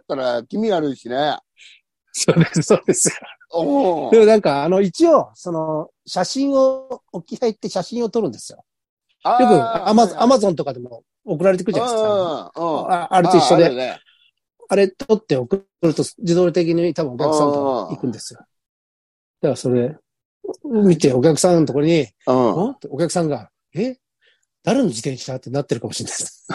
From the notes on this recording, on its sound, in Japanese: ZOOMで収録